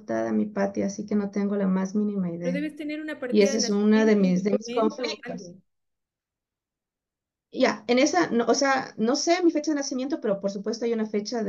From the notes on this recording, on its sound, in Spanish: Un mentorado en vivo semanal grupal. Agradezco tu comprensión por las pequeñas fallas de la grabación.